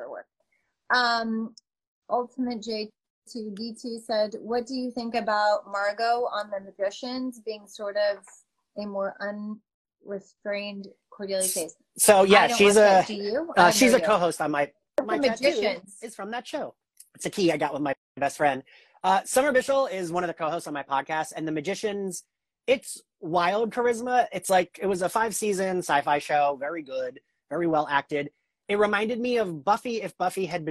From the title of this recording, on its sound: An Instagram Live Interview